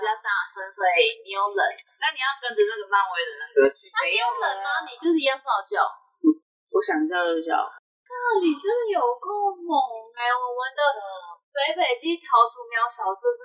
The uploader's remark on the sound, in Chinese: 多人錄音聲音品質較差請見諒